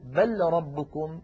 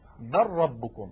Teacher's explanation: نحول اللام إلى راء وندغم الراء في الراء · Shown in: second take